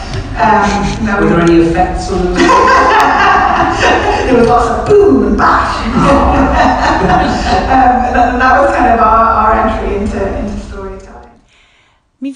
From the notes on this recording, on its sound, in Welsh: Recordiad ar hap yn nigwyddiad BAFTA Cymru. Ymddiheuriadau am safon y sain eto.